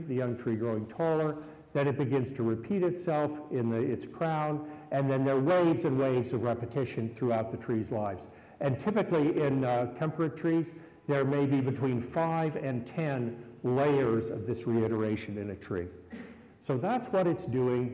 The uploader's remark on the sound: Recorded live at Brooklyn Botanic Garden during Plant-O-Rama.